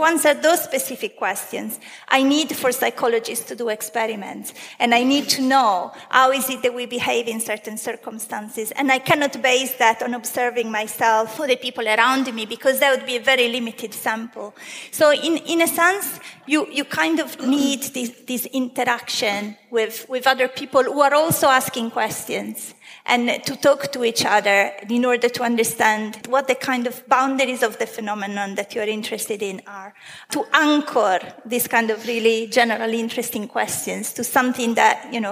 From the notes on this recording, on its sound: In this discussion recorded live at St Georges, Bristol.